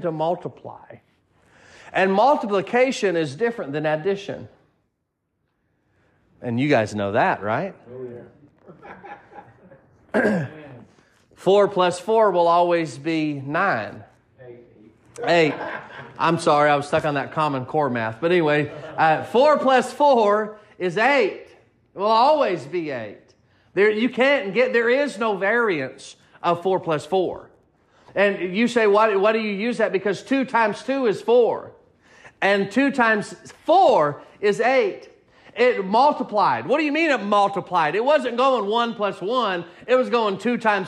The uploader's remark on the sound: Sermon preached at Mid County Baptist Church